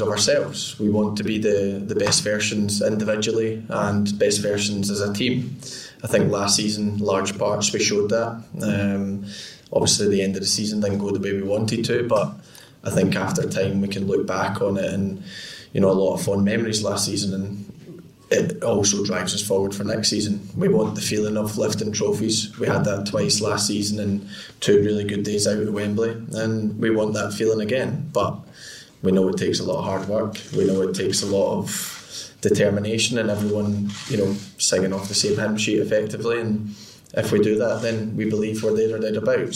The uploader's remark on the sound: Pre-Match Press Conference